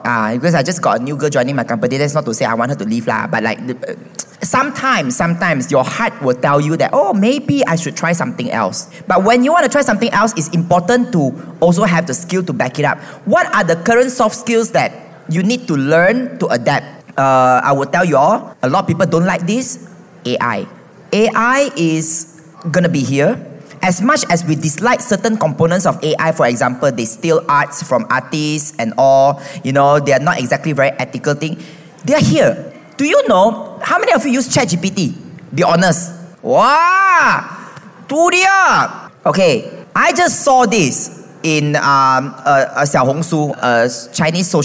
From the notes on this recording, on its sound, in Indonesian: Secara LIVE di Youth Empowerment Fair 2024